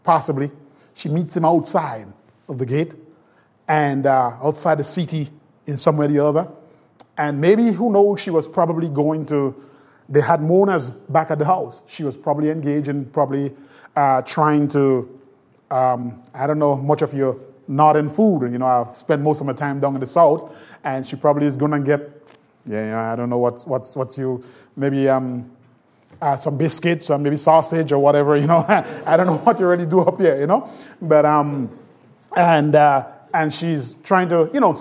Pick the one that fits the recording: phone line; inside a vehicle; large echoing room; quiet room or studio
large echoing room